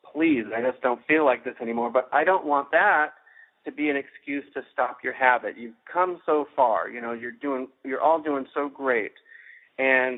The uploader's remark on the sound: Journaling Course Conference Call. We go directly to the Journaling Classroom and listen in to participants’ sharing.